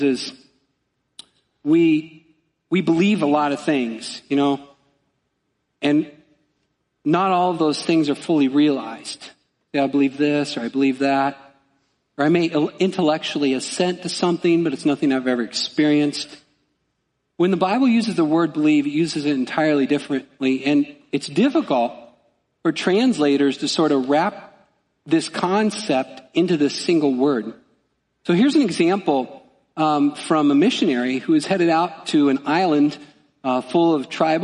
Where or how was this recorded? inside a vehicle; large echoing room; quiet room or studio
large echoing room